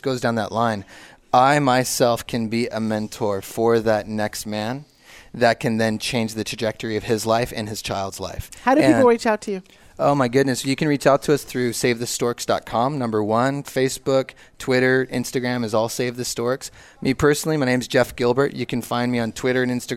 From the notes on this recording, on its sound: Live at CWC2017. Broadcast Live form the Largest Women's conference in the USA. We will be live for 2 days bringing you all the event action, keynote speakers and VoiceAmerica hosts.